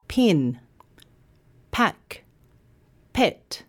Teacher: The p sound is unvoiced. That means you don't use your voice when you say it. You might like to try saying these words with your hand on your throat. · IPA: /p/